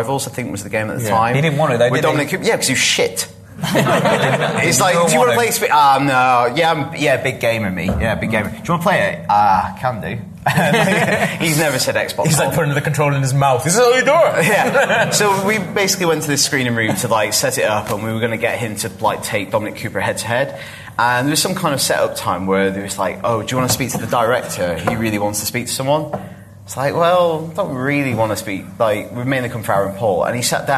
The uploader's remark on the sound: Live at the Glasgow Film Festival.